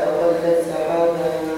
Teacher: التاء الساكنة قبل السين ينبغي مراعاة الهمس